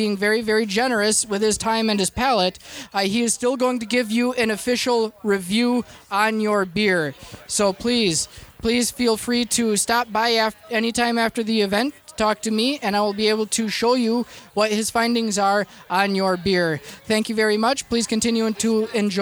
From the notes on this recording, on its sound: We broadcasted Live from the DeVine Liquors Homebrew Competition this year.